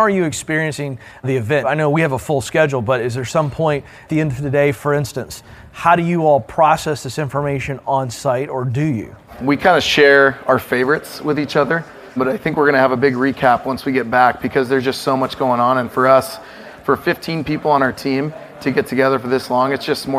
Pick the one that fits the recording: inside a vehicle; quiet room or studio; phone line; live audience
live audience